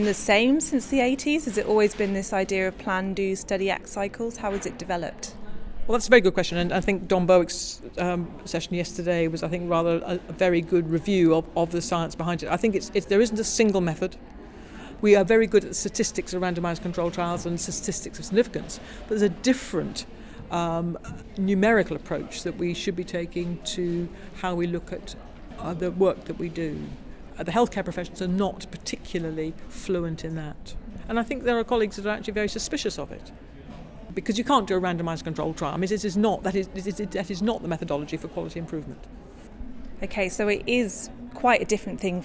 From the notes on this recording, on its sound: Recorded at the International Forum on Quality and Safety in Healthcare, Gothenburg, April 2016.